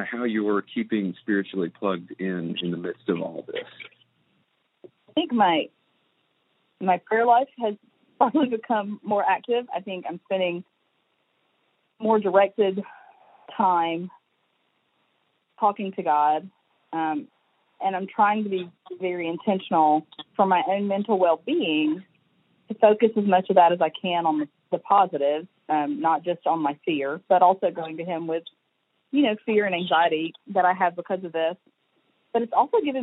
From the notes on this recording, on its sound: We Sound Like AM Radio. Because we are trying to model physical distancing, we are recording from a conference call.